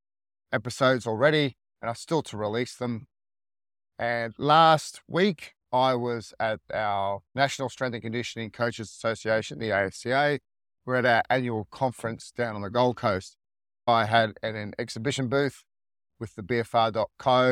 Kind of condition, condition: setting, inside a vehicle